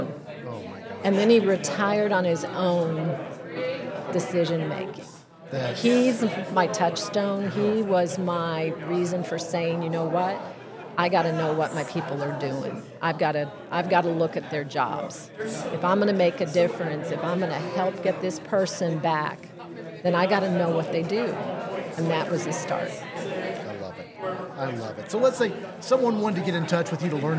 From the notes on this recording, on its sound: I had a great chat at the KY safety conference